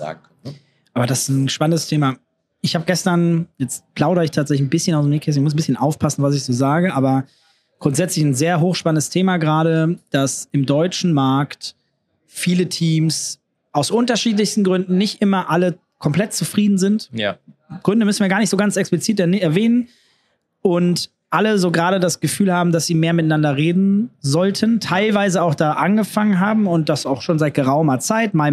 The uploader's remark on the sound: IEM Cologne Live